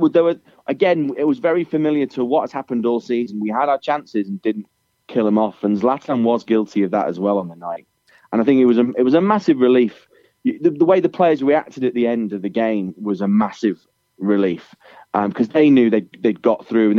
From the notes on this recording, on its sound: on the phone